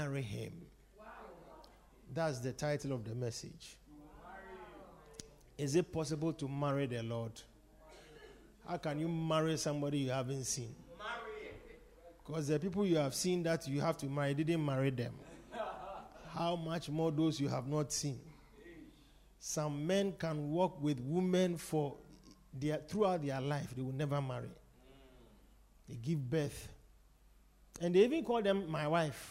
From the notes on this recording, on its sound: Preached at The Supernatural Encounter Service.